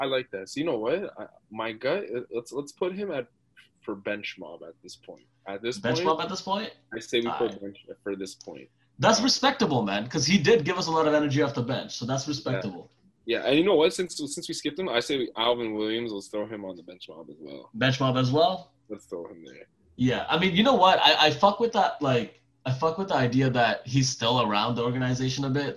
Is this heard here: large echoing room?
no